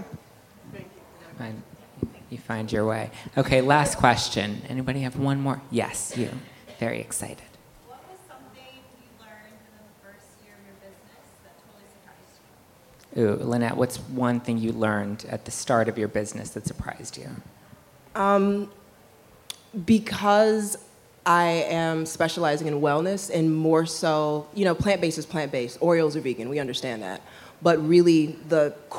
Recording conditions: busy venue